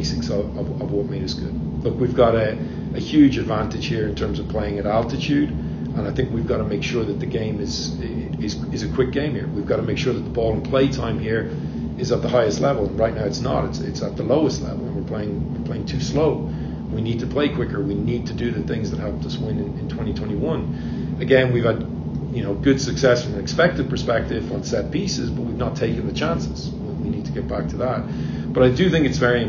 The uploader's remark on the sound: Here's the entire audio from that press conference, unedited.